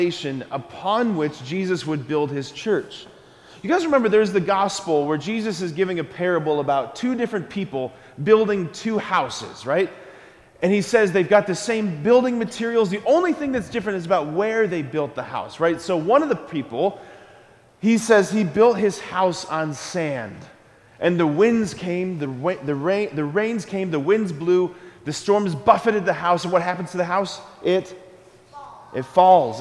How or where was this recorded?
large echoing room